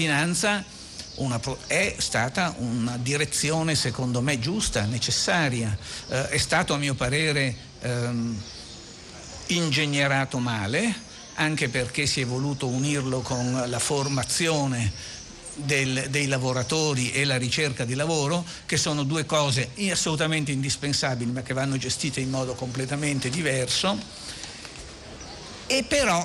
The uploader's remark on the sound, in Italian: Terza diretta dal Festival dell&#39;Economia di Trento.